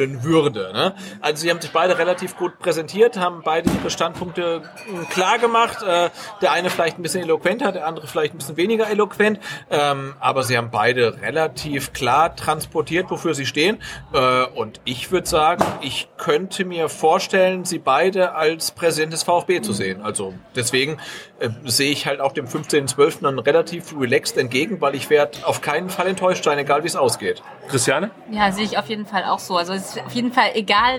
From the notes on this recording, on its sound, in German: Live vom Dunkelroten Tisch aus dem Neckarstadion